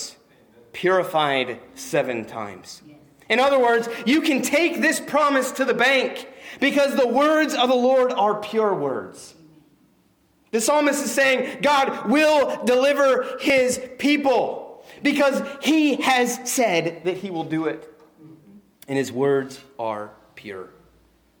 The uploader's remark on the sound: Preached on 12-15-19 at Christian Fellowship Church